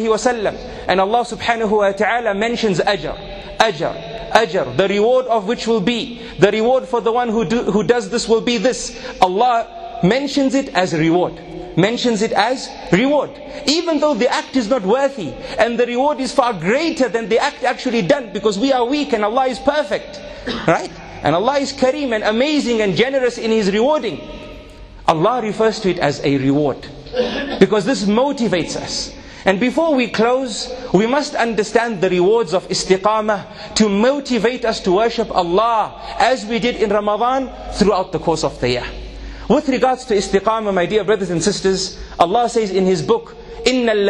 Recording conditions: large echoing room